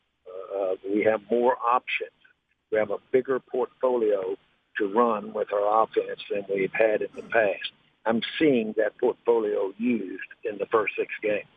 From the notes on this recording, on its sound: called in to the Ben and Skin show